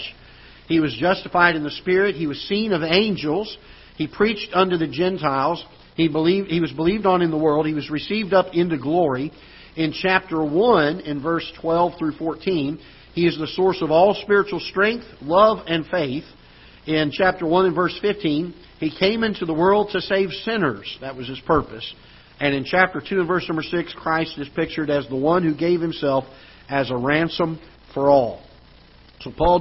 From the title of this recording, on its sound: Ketha Heights Baptist Church ~ Live Broadcast